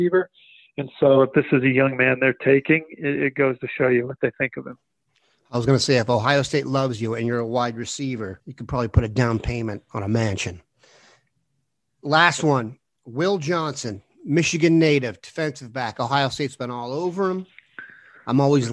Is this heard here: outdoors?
no